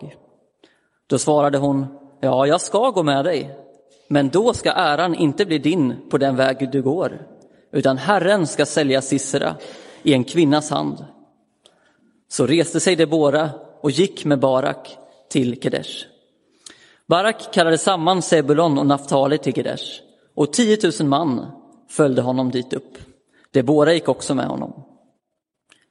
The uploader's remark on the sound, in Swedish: Inspelad i Roseniuskyrkan den 15 januari 2023.